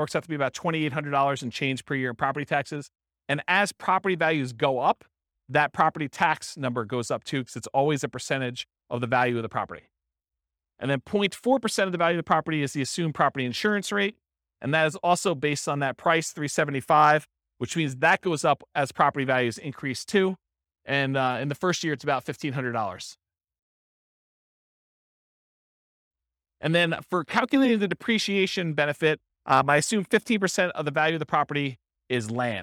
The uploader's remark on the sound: This was a live class recorded